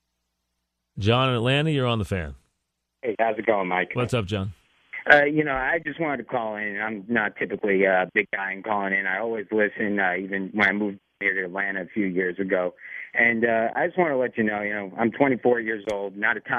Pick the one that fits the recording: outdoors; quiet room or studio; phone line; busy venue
phone line